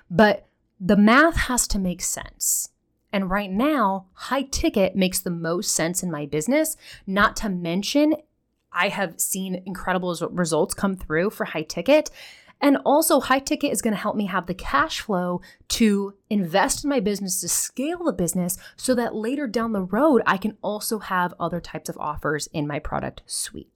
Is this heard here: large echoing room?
no